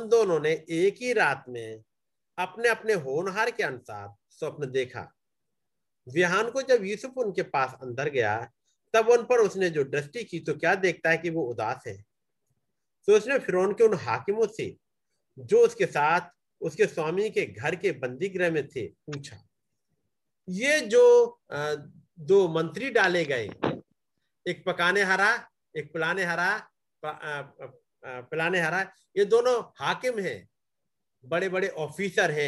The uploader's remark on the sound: Zoom Meeting